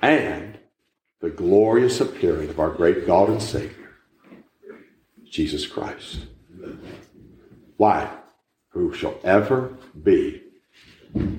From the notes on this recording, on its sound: A message that was preached at the Manassa Community Baptist Church in Blain, PA in November 2022.